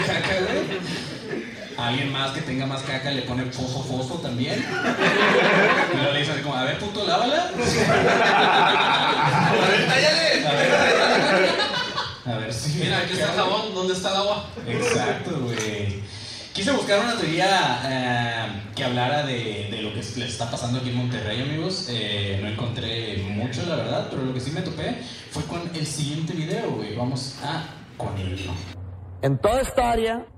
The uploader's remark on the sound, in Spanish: En Vivo Monterrey. Show en vivo desde el Escocés Pub en Monterrey.